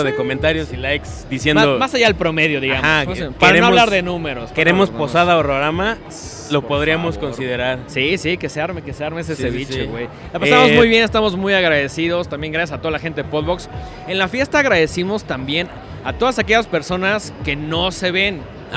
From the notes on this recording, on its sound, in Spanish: Primer programa grabado desde la Mole.